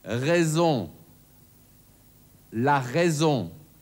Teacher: Erstens, das stimmhafte S, zum Beispiel in raison, la raison.